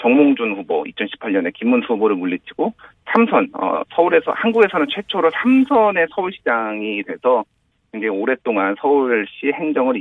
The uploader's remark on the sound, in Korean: 전화연결